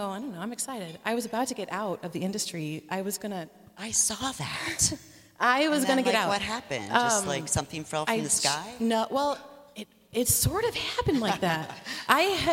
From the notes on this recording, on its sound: For the last three years, we have gone to the Ladies of the Mill Summit and recorded a ton of amazing females in our industry. We had our first opportunity to record ON-STAGE in front of a LIVE audience.